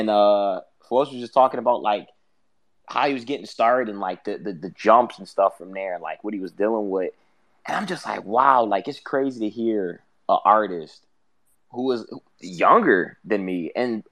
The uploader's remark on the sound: Episodes are uploaded as a podcast after the fact.